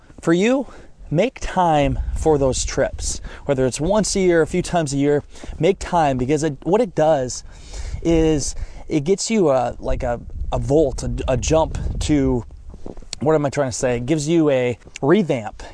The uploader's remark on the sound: I am recording in the snow in the middle of the woods right now! During shotgun season.